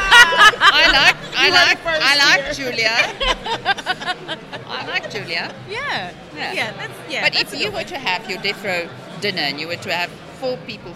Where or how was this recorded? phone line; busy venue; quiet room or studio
busy venue